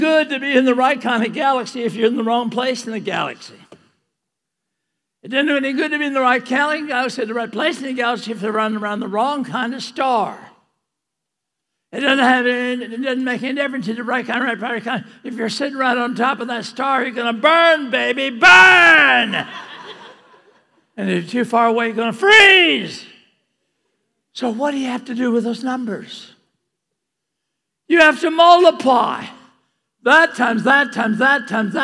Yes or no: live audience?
yes